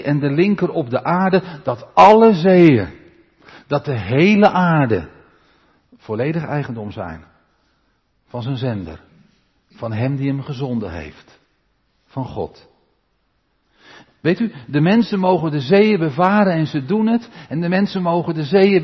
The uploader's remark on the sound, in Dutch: De preek is op 20 maart opgenomen in de Maranathakerk in Groningen.